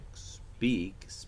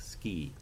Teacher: the S is affected by the anticipation of the bilabial nature of the P · Shown in: first take · so that your S may be more lip-rounded than if you were saying something like ski.